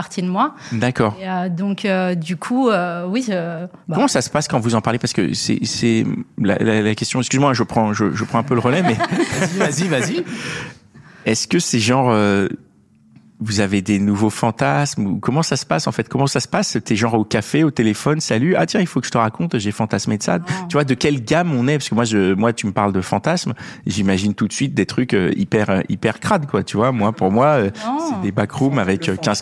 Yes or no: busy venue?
yes